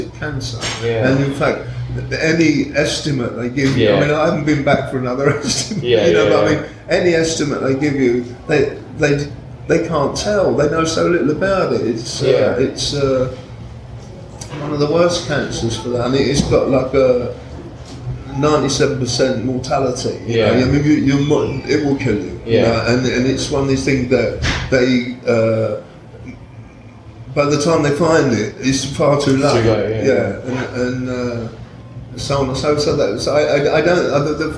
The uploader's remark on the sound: The interview wasn’t recorded for broadcast so its backstage, rough-and-ready aesthetic is by accident not design.